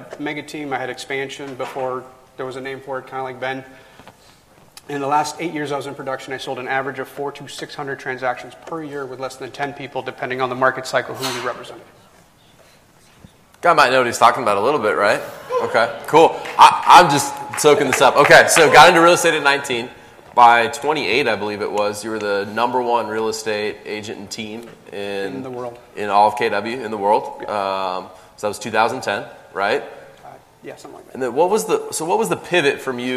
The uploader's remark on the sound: From our chat at NLA Live 2019. Onstage live at NLA 2019.